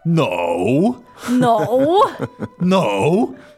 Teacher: That emphatic denial goes right into third tone there.